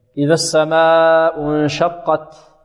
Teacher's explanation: التاء فيها ماذا؟ فيها الهمس وفيها الشدة، فيها الشدة انحباس الصوت، وفيها الهمس جريان النفس، وفيها الاستفال